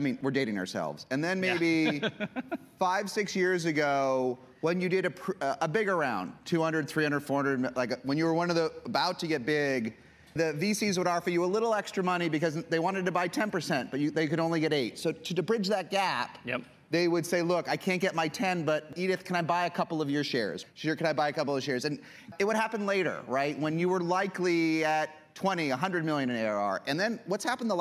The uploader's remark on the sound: a panel he moderated at the recent SaaStr Annual Conference